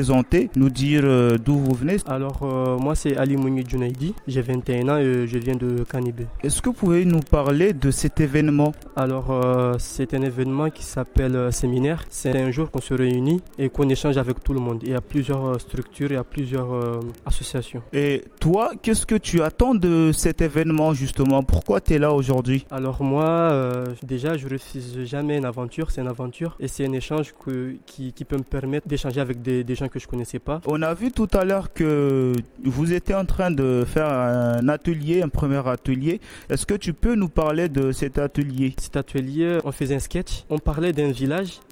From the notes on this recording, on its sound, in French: Webradio en direct du séminaire en internat à Kani Kéli